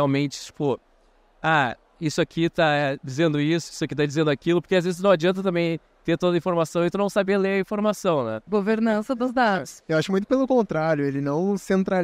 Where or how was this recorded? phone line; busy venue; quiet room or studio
busy venue